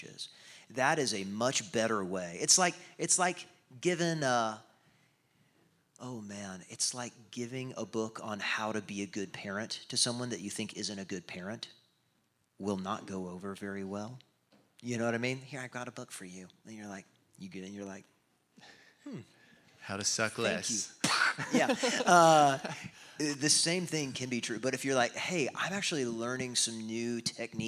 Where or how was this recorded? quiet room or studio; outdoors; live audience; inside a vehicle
live audience